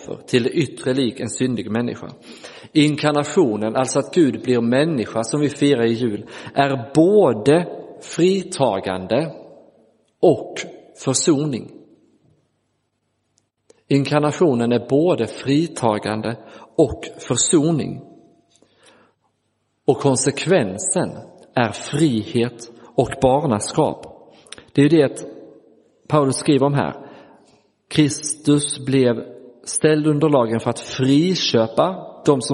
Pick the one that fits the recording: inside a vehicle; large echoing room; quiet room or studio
large echoing room